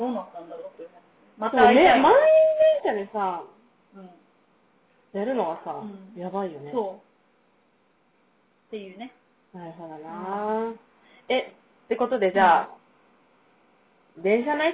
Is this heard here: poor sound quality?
yes